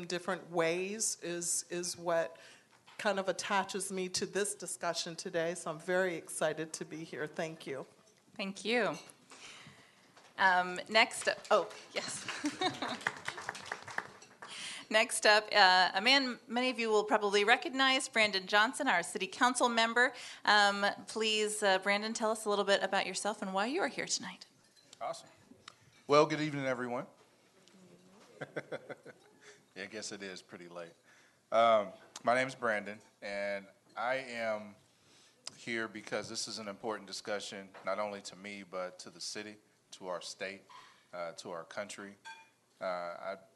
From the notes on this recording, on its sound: Here's the audio of the event